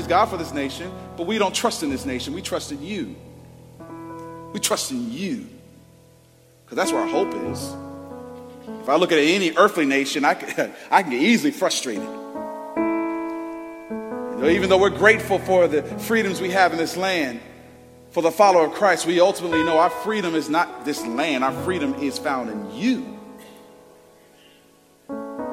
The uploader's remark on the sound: Preached Sunday January 14th, 2023 at Woodside Bible Church, Pontiac Campus